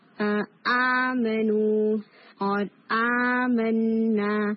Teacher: یہ جو اسٹریچ ہو رہی ہے ساؤنڈ، یہ ایکچولی الجوف سے آ رہی ہے، الف کی ساؤنڈ ہے، یہ الجوف سے آ رہی ہے.